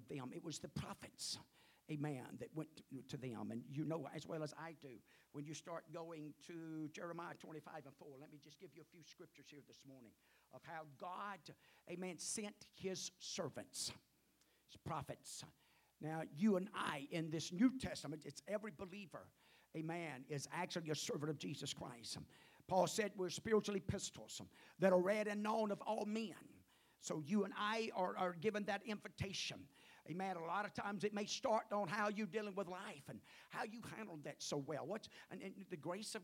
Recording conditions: large echoing room